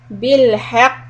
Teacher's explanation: when we stop on the قاف with the شدة، do a heavy قلقلة